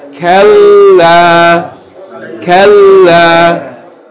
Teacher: But you're going to pronounce them together, so you're going to hold the lamb. Instead of saying kel and then breaking it, la, you're going to hold it as one word. · Term: shadda